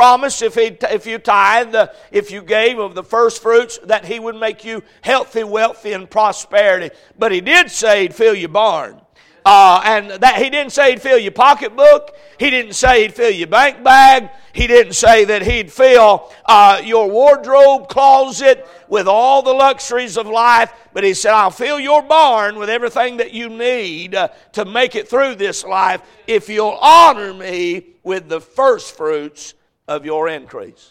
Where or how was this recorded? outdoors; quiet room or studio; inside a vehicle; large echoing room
large echoing room